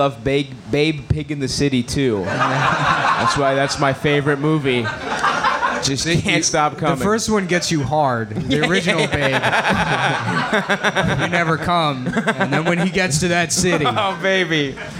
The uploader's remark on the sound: Cum Town Live at Skankfest (Live Show)